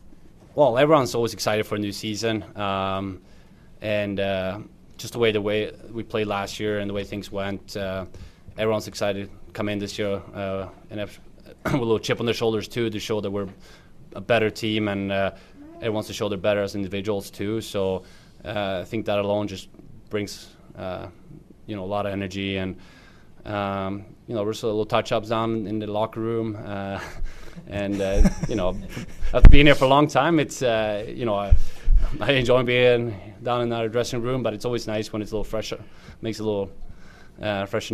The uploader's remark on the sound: press conference from the Saddledome